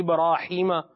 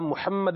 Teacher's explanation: ابراہیم میں جو ہا ہے نا، ہا یہ حلق کے نیچے سے ادا ہوتا ہے، محمد میں جو ہا ہے یہ حلق کے درمیان میں سے ادا ہوگا